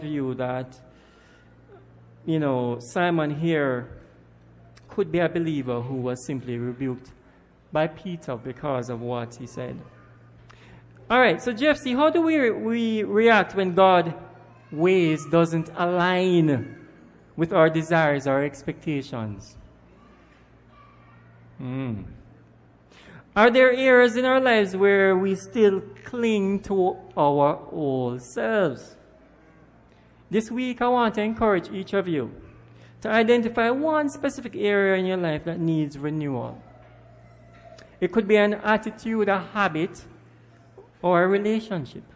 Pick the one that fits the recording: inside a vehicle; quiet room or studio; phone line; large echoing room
large echoing room